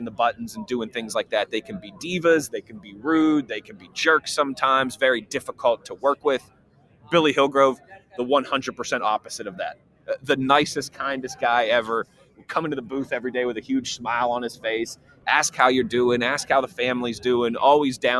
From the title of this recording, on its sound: LIVE from the NFL Combine